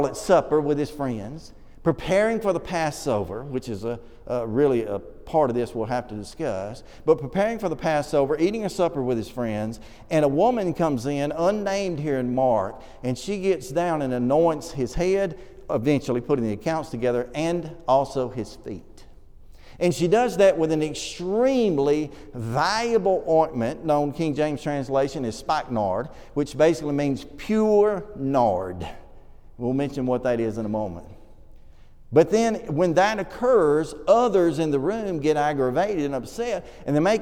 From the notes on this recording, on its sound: This sermon was preached at the Oneonta Church of Christ